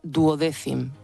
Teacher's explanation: en latín clásico este cim que yo estoy pronunciando con una C más castellana sí, no se pronunciaba así